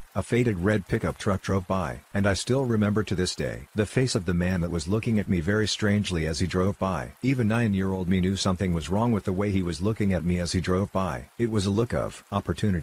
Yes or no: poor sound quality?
no